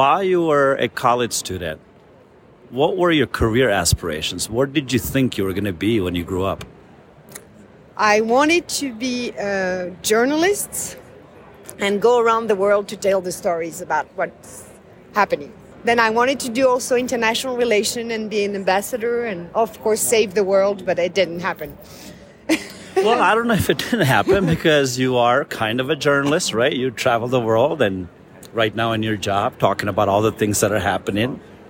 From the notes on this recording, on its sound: Live from the NAFSA Annual Conference 2022! Live from the NAFSA Conference Expo Hall floor in Denver, Colorado.